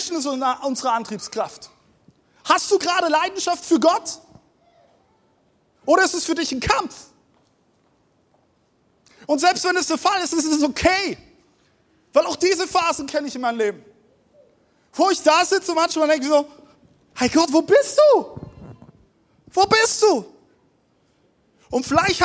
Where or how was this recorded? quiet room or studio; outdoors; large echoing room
large echoing room